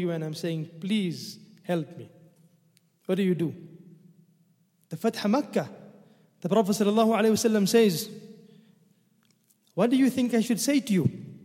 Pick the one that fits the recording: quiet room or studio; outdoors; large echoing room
large echoing room